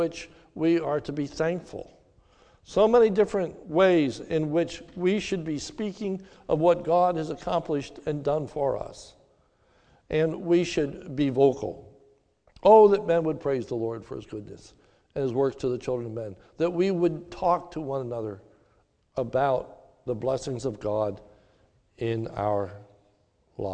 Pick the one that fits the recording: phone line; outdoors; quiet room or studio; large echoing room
large echoing room